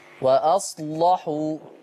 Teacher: خلي بالك من اللام بتاعت وأصلحوا، غلظيها شوية